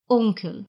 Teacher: Звук N в слове Onkel, дядя, произносится несколько в нос, как и в слове Danke